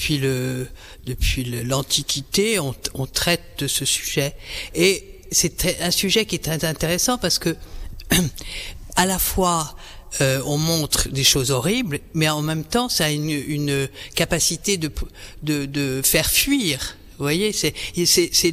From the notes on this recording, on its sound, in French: Emission spéciale en direct du Musée Jenisch de Vevey